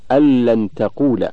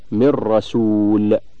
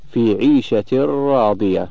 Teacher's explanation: النون الساكنة من كلمتين أو بعد التنوين ولا يكون إلا كذلك وجب الإدغام بغير غنة